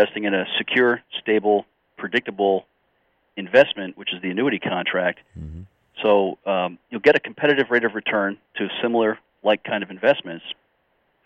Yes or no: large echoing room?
no